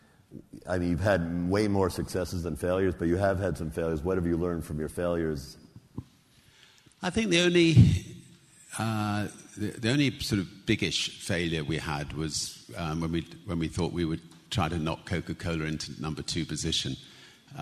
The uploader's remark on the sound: In this special episode, we broadcast an interview that took place in October at the 2016 Forbes 30 Under 30 summit. Answer questions from the audience.